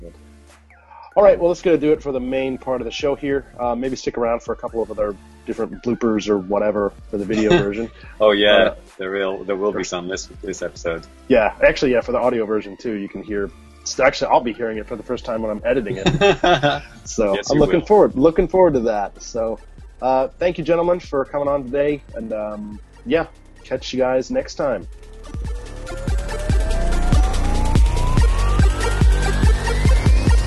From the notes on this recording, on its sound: Recorded on Google Hangouts On Air live